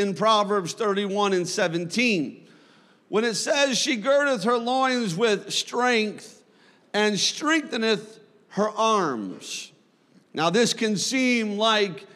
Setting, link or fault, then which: setting, large echoing room